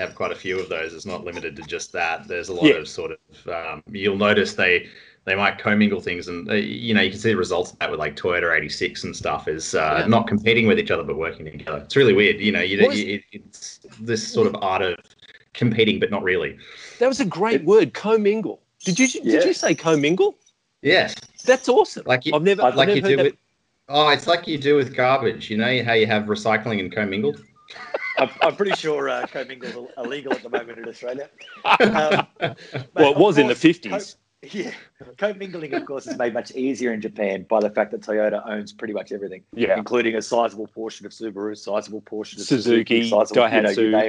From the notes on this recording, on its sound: Gather in cyberspace.